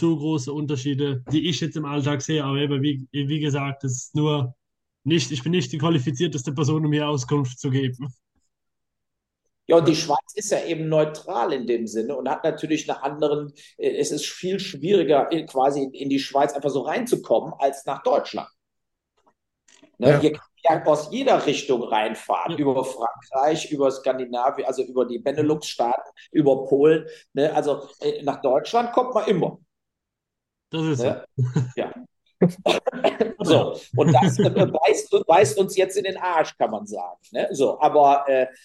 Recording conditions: video call